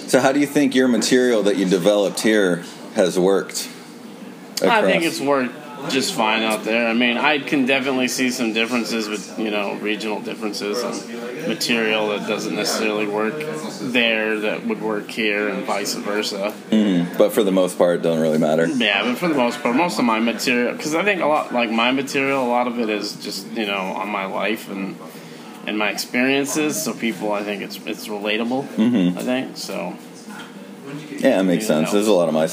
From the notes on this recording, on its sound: The podcast starts with quite a bit of background noise but that doesn't last long.